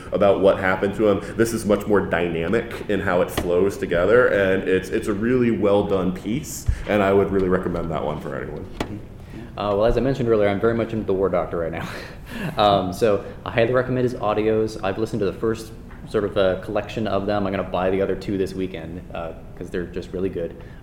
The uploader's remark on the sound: In this episode we turn to our archive of con panels and pull one of the earliest recordings that we have for the 42cast. Since this was a con panel.